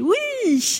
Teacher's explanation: Parce que l'intonation monte et que la voyelle est allongée.